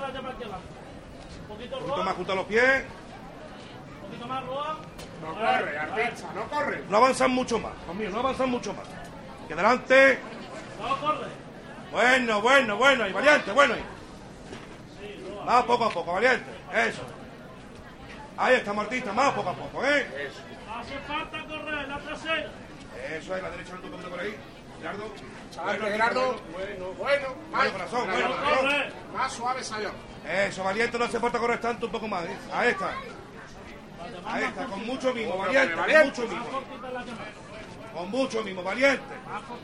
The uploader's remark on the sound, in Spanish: Pasión en Jaén. Lunes Santo 2014. Sonidos de la salida de Ntro. Padre Jesús de la Pasión Despojado de sus Vestiduras.